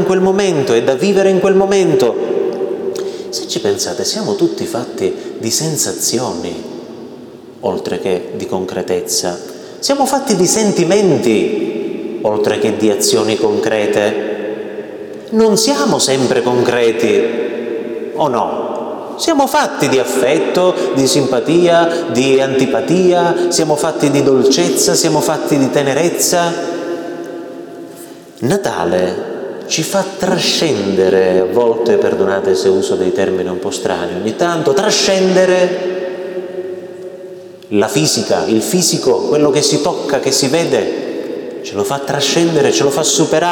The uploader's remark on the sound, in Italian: Registrazione del mio intervento ad un gruppo di genitori i cui figli frequentano la catechesi nelle nostre parrocchie.